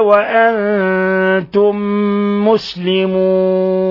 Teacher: فلا تموتن إلا وأنتم مسلمون. وأنتم، نون ساكنة جاء بعدها حرف التاء، الحكم التجويدي إخفاء حقيقي